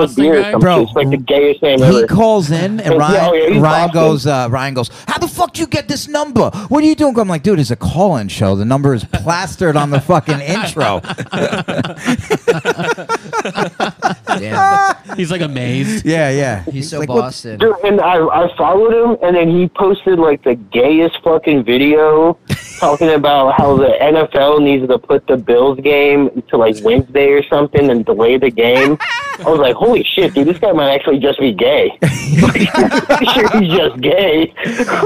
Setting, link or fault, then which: link, phone line